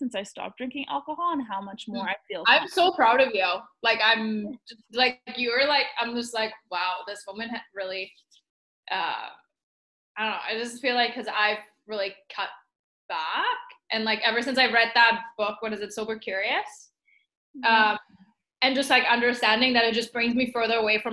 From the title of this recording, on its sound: Two Projectors Jump On A Zoom Call